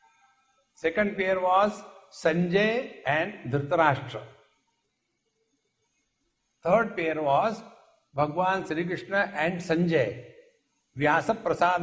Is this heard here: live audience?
yes